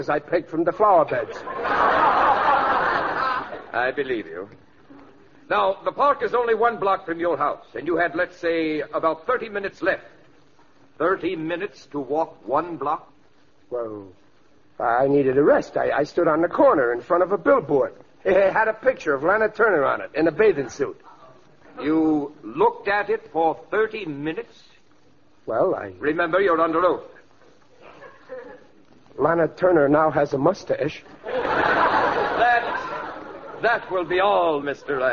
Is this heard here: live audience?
yes